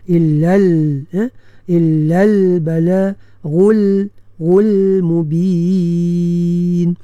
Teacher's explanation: Illa al-balaghul mubin, dan kena sempurnakan sifat yang ada pada huruf lam itu, iaitu sifat inhiraf ha, sifat melencong angin dia tu daripada melalui tepi-tepi lidah tu. Illal bala ghul mubin ha, jadi bila kita sebut betul-betul secara izhar, maka kita akan rasa bahawa dia punya angin dia tu mengalir ataupun melencong melalui tepi-tepi lidah tu ya.